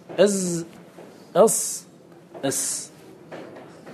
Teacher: الزاي والصاد والسين من الثنايا، من بين الثنايا العليا والسفلى، لكن لا من غير أن يخرج اللسان. أز أص أس، هذه الثلاثة تخرج من طرف اللسان مع ما بين الثنايا، بين الثنايا العليا والسفلى، لا من طرف الثنايا، بين الثنايا العليا والسفلى.